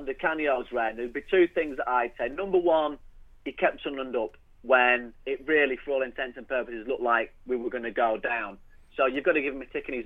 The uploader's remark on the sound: join us on the phone